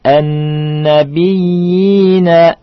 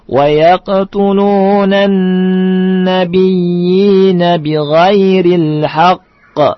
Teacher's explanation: nabiyyin mad tamkin. Panjangnya dua harokat, ya.